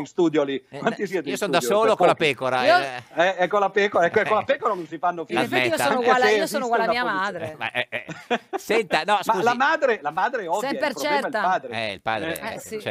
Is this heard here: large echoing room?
no